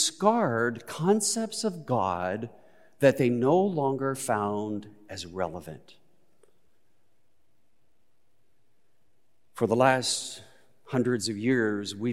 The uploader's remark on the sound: Recorded live at Beatitudes Church in Phoenix, AZ.